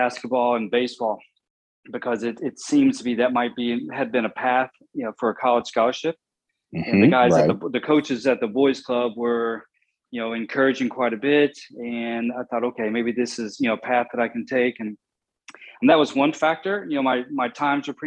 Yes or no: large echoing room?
no